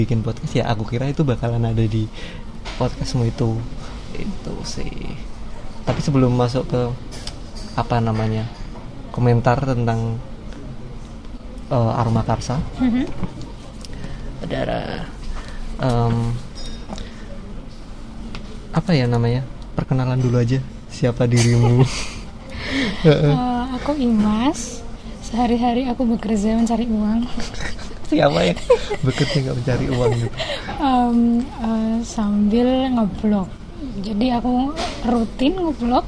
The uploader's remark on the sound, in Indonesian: Mohon maklum ambience-nya berisik karena merekamnya di Analogi Cafe (dan di bawah tangga, pas --").